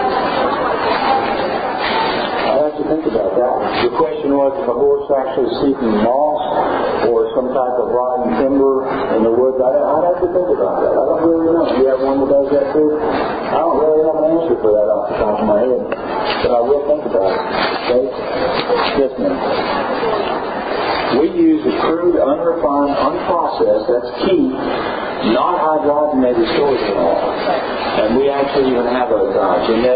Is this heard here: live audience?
yes